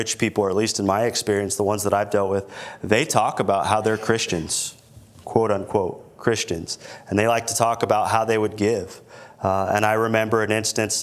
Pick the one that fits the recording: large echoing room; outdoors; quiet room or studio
large echoing room